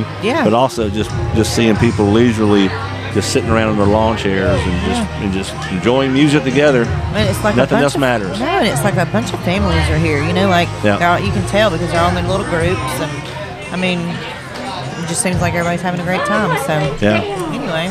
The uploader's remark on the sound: Live at Woodstock!